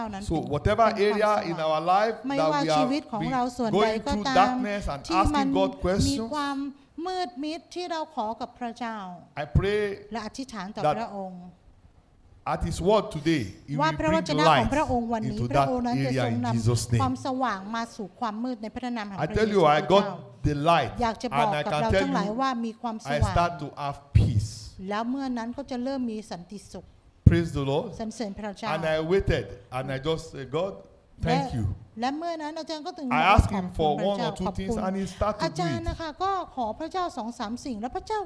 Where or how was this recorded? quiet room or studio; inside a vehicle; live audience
live audience